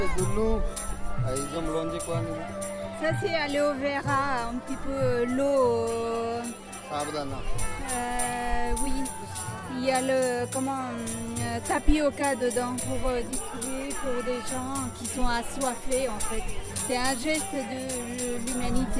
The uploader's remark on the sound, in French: A Paris, la communauté hindoue le célèbre via une grande procession bigarrée qui traverse les rues et les ruelles du quartier de la Chapelle, dans le 18e arrondissement. J’ai plongé au cœur de la fête avec mon microphone.